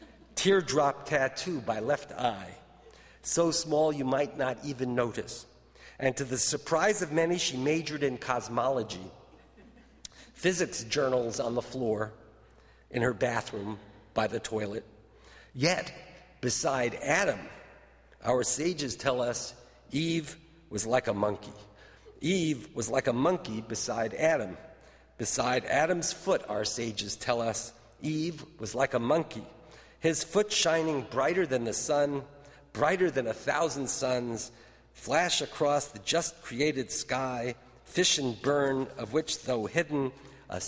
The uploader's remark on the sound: delivers the Virginia Beall Ball Lecture in Contemporary Poetry at Baylor's Armstrong Browning Library.